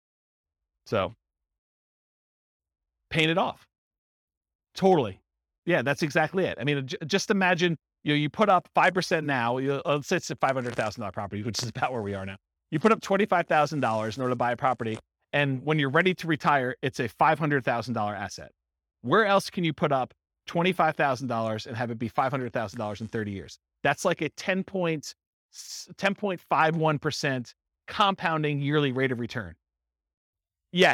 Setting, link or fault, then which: setting, live audience